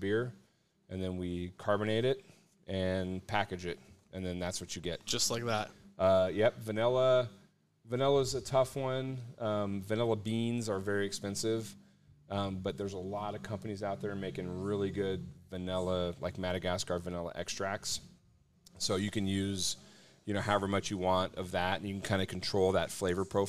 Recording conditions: busy venue